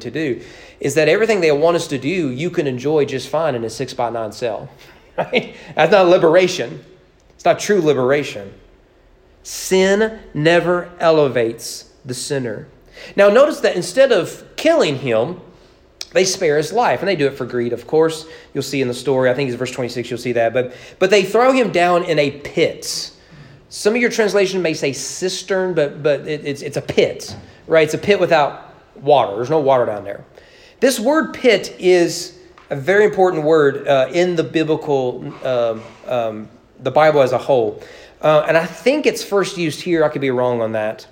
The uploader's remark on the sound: Sermon preached at East Frankfort Baptist Church on March 20, 2022 during evening worship.